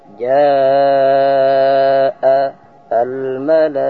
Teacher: Kalau ada mad setelahnya ada hamzah dalam satu kalimat, maka dibaca dengan 4 sampai 5 harakat. · Term: wajib al-muttasil